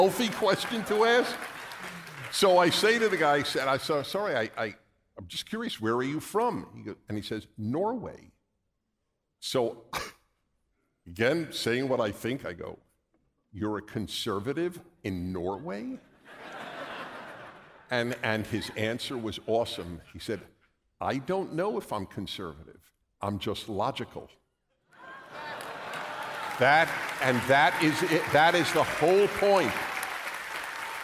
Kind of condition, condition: setting, live audience